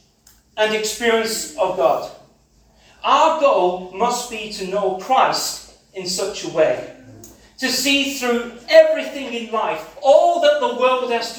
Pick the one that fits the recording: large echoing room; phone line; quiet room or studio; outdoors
large echoing room